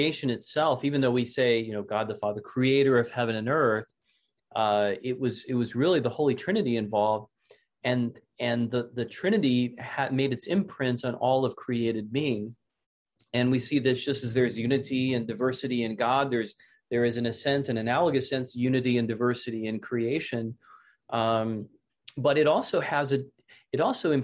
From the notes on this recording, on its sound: This is a recording of the second webinar in the Becoming Byzantine series.